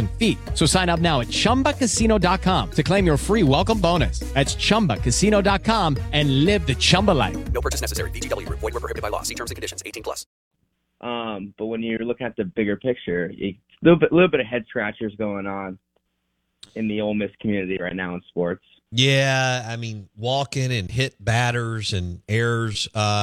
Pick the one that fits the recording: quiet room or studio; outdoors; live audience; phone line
phone line